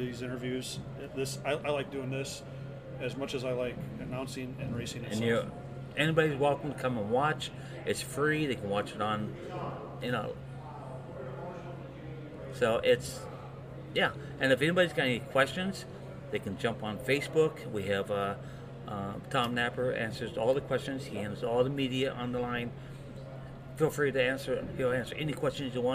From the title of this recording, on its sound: Live from Island Speedway